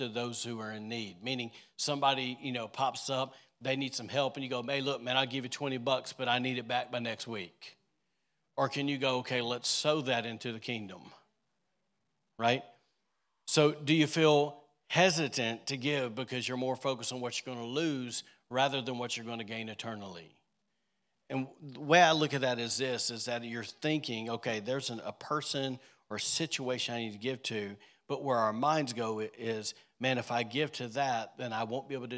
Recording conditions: large echoing room